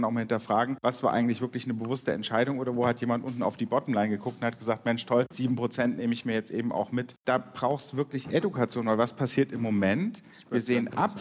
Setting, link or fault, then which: setting, live audience